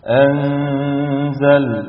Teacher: المفروض تسمع نون مخفاة، يعني حرف لا هو نون ظاهرة ولا نون مدغمة